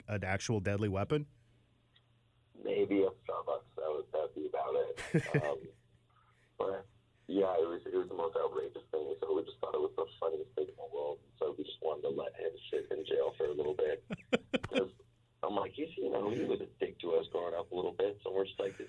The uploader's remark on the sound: called